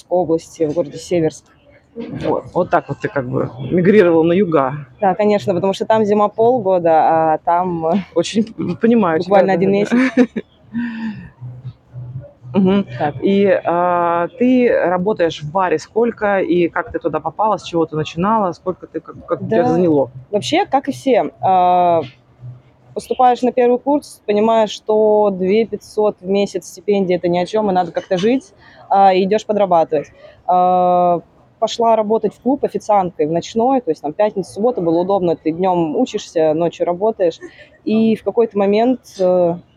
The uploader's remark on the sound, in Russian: Мы беседуем прямо из центра bar hub, можно половить шумов